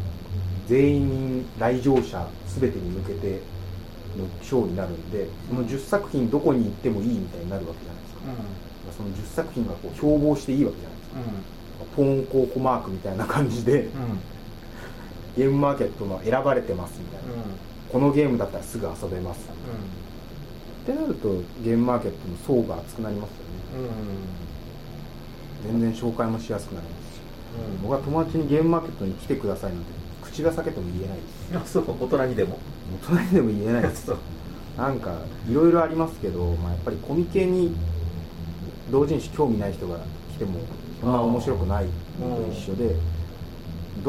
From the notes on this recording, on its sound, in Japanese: １月に録音したものです。音質が悪く聞き取りづらいかと思いますがご容赦ください。